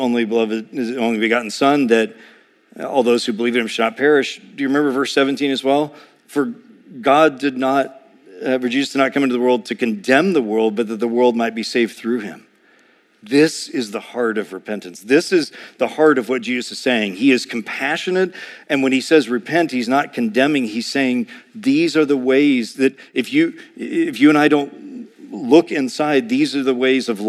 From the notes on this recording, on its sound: A sermon preached